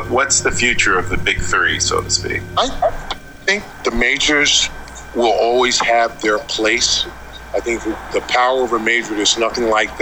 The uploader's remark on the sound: Due to technical conditions beyond our control, the quality of the audio in this week's "Innovation in Audio" Podcast is challenged. However, due to the importance of the content, we have included as much of the event as technically possible.